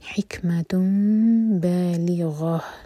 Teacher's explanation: تنوین کا ساؤنڈ میم میں چینج ہو رہا ہے. حکمت بالغ، تا مربوطہ پر جب رکتے ہیں تو وہ ہا میں چینج جاتا ہے اور ہم اس کو ساکن کرتے ہیں. · Term: اقلاب